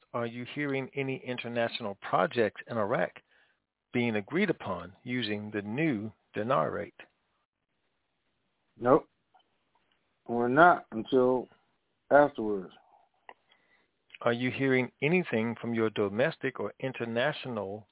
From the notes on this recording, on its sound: TNTSuperfantastic Conference Call.